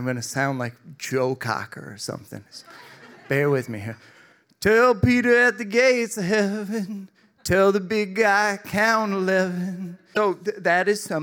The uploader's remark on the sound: The First Time is a live lit and music series recorded at Martyrs in Chicago's North Center neighborhood.